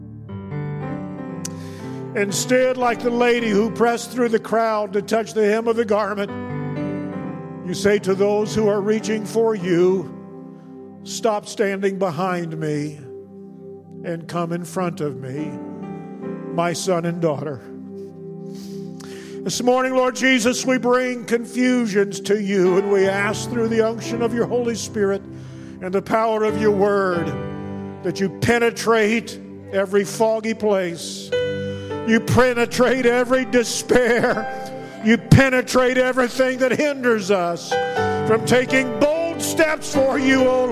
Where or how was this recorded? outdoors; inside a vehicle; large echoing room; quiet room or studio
large echoing room